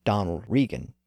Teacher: Regan reflects a more modern pronunciation with the vowel shifted up to position number 1, as in seat and leaf.